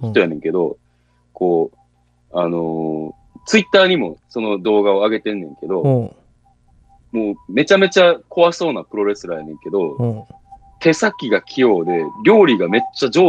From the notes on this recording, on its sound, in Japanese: 今回もリモート録音。